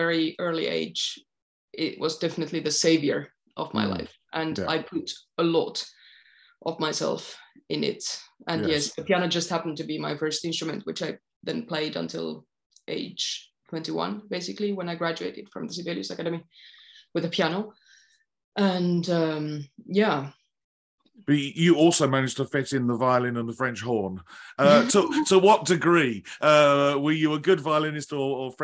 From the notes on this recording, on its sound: This interview was recorded on 24th October 2022 via Zoom.